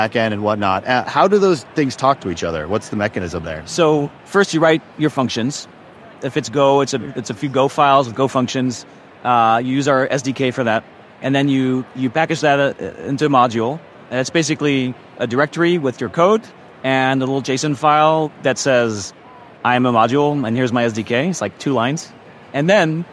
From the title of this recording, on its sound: Live From KubeCon 2023